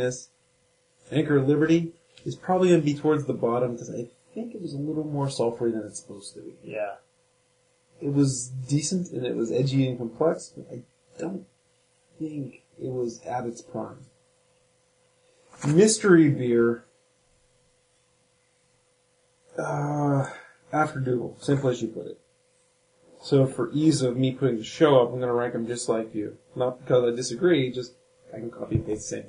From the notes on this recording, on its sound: This show was a lot of fun to record, but we were hit up by the Evil future robots and the quality of the audio is not so good.